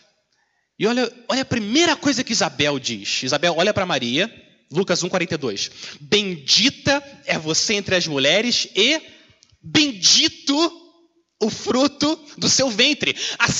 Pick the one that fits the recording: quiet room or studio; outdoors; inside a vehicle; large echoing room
large echoing room